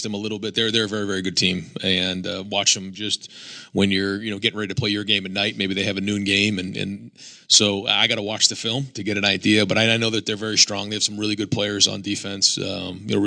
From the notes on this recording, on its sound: Press conference. Speaks with media following the 56-7 victory over the Michigan State Spartans. In Columbus, Ohio.